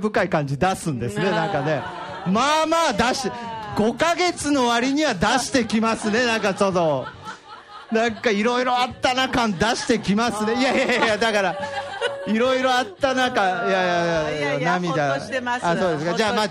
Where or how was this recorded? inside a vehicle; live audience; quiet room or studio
live audience